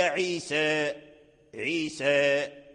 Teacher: عيسى إذا وقفنا عليه إذا أظهرنا الألف لا بد من الإمالة